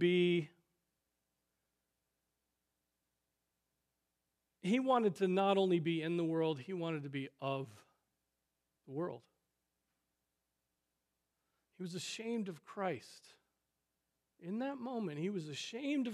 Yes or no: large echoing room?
yes